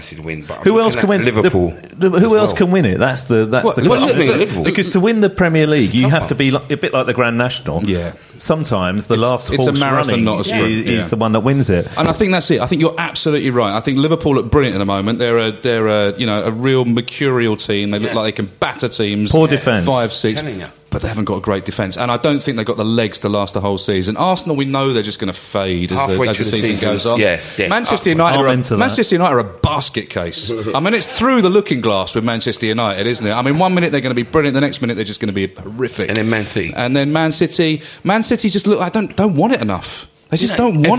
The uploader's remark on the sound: We bring you tonights show live from The Albany